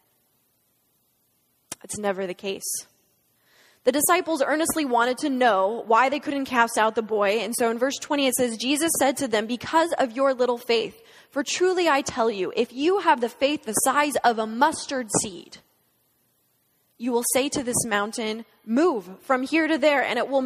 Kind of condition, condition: setting, large echoing room